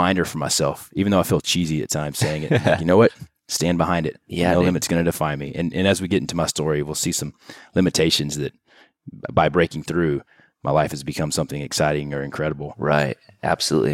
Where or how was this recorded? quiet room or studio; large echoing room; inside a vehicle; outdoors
quiet room or studio